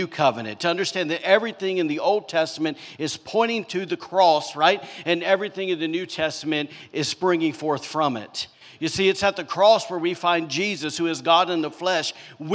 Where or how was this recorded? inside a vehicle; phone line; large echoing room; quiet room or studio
large echoing room